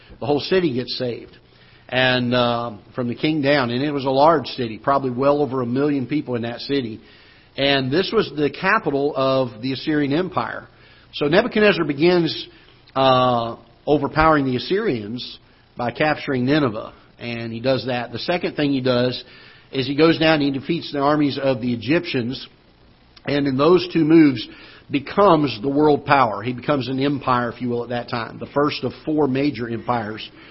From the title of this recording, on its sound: Ketha Heights Baptist Church ~ Live Broadcast